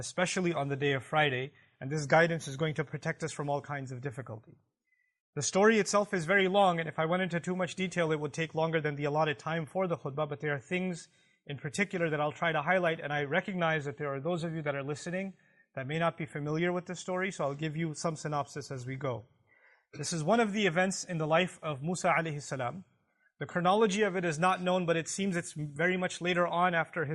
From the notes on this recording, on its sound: This Khutbah was recorded on October 6th, 2017 at the Euless Campus